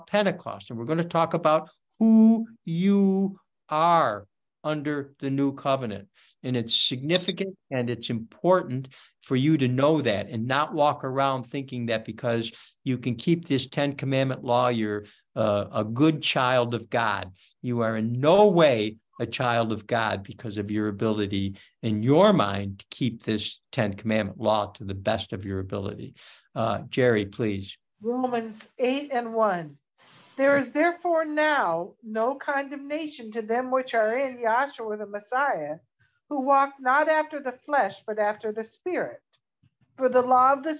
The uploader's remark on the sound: Oceanside Zoom Class